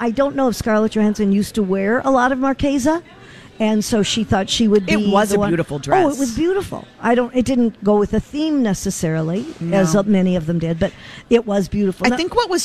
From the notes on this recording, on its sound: Broadcasting Live at The General Store in Minnetonka